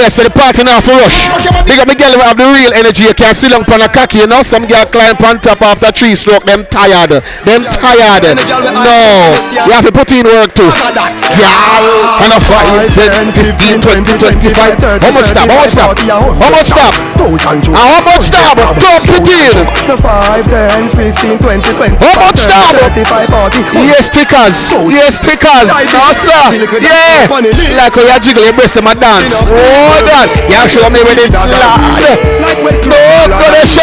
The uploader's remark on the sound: live at the legendary freaky fridays